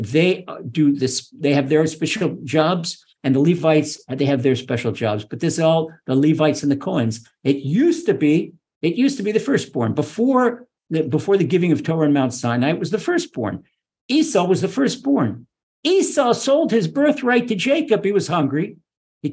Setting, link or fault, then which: link, video call